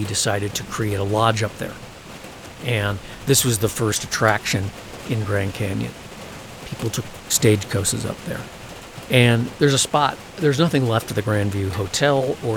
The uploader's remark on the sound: For this podcast it is the opportunity to finally fully record one of the west’s magnificent Monsoon storms.